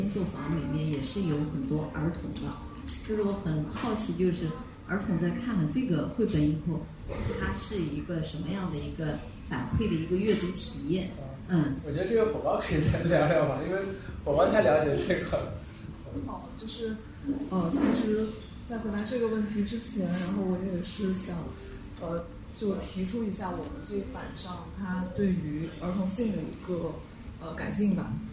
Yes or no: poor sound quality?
yes